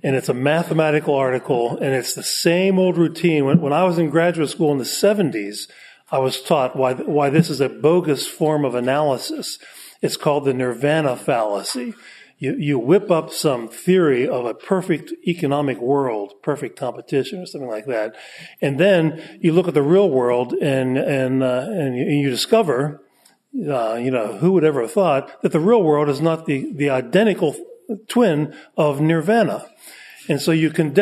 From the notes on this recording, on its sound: Part of the Authors Forum, presented at the Austrian Economics Research Conference. At the Ludwig von Mises Institute in Auburn, Alabama.